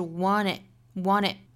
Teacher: 也就是 t 的发音没有了，前面的 n, n, n,这个前鼻音 n 的发音跟后面元音连读了